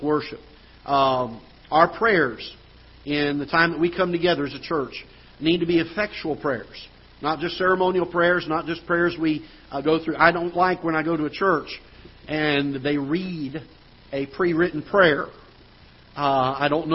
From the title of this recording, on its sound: Ketha Heights Baptist Church ~ Live Broadcast